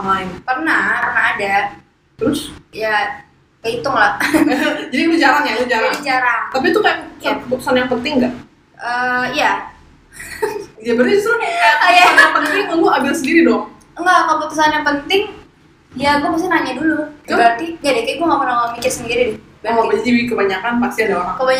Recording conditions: poor sound quality